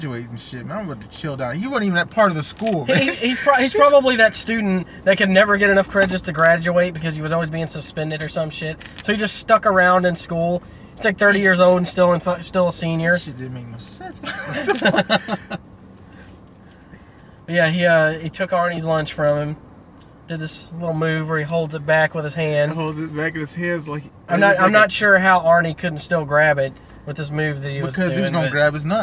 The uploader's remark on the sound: 1st episode from the car